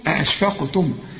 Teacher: القاف مدام عليها سكون قلقلها